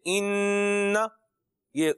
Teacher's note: ایک الف کے برابر آواز ناک میں رکھنا · Term: غنہ